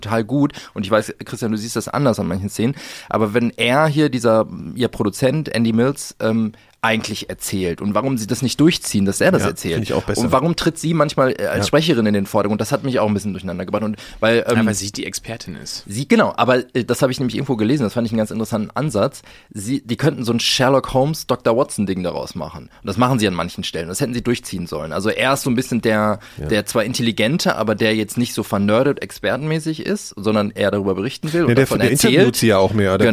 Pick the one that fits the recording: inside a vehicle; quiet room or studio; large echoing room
quiet room or studio